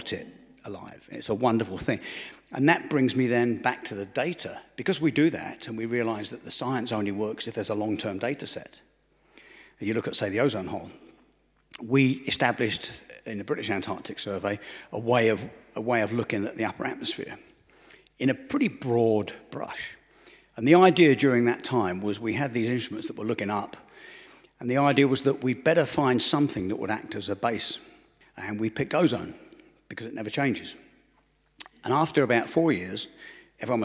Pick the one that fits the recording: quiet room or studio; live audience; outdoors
live audience